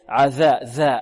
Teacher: الذال كذلك مخرجه من منتهى طرف اللسان مع منتهى طرف الثنايا العليا